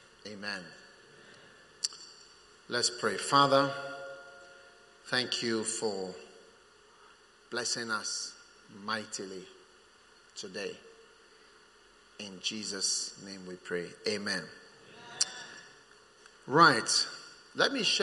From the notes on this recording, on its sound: Preached at the First Love Center, Accra.